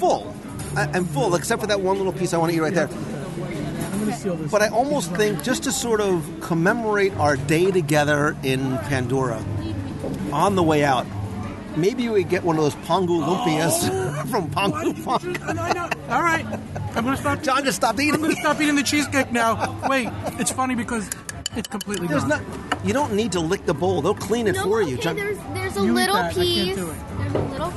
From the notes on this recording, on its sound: Travel with me to Pandora - The World of Avatar in Disney’s Animal Kingdom and join me around the table for a LIVE restaurant review of the Satu’li Canteen.